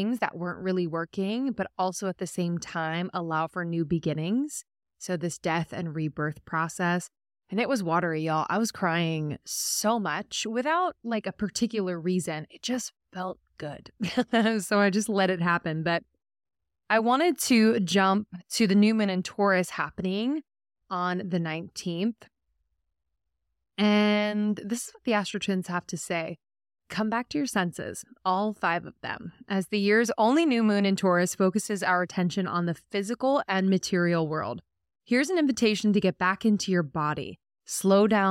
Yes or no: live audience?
no